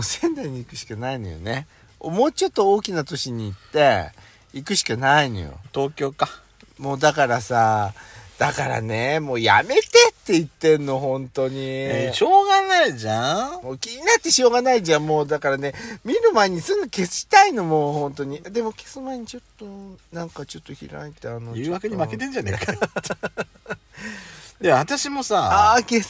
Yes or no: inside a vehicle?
yes